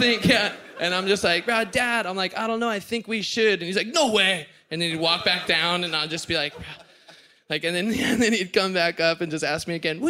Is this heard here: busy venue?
yes